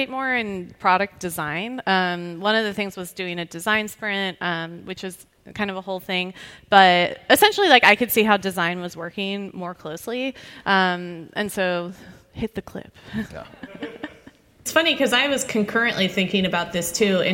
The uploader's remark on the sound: Was recorded in front of a live audience at RStudio::conf 2020.